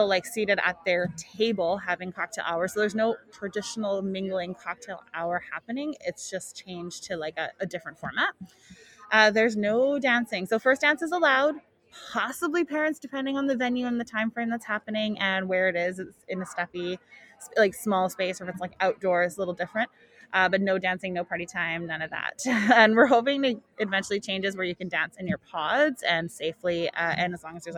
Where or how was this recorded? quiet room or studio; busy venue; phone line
busy venue